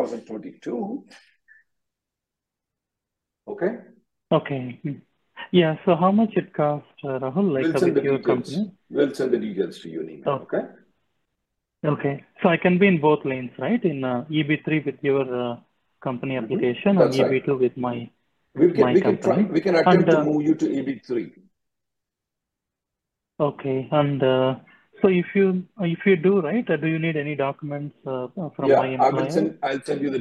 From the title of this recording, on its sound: Conference Call Feb 19th 2024